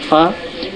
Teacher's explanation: ফাতাইনের চারটি অক্ষর চারটি মাখরাজ, প্রথম অক্ষর প্রথম মাখরাজ হচ্ছে উপরে দাঁতের কিনারা নিচে ঠোঁট মিলিয়ে